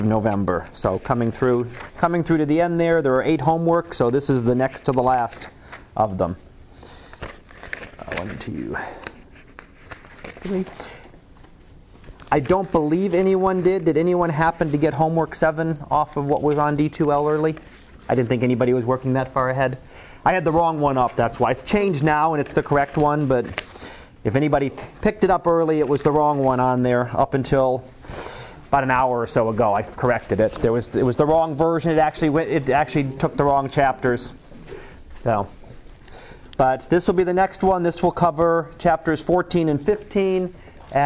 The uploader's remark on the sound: Live Class Lecture.